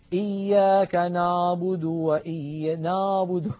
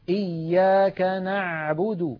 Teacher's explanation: العين التي اعتدنا في أكثر العاميات المعاصرة أن ننطقها هي أعلى من العين الفصيحة. العين الفصيحة أعمق بقليل من العين التي اعتدنا أن ننطقها بالعاميات · Shown in: second take